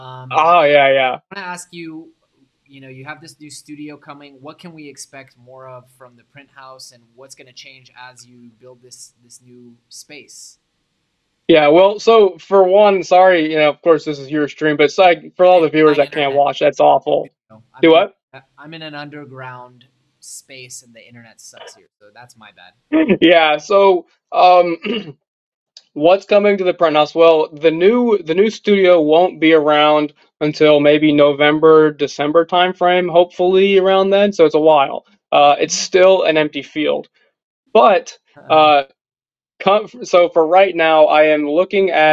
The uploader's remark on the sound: I apologize for the shorter, lower production quality episode.